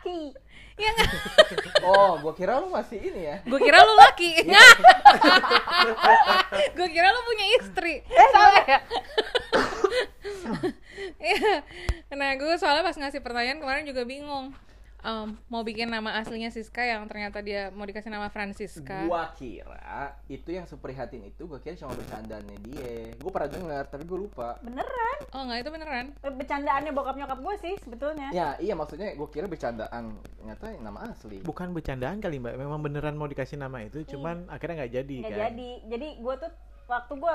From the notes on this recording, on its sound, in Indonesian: mohon maaf episode kali ini bakal kurang enak didengar, karna ada suara kresek-kresek yang ga enak didengar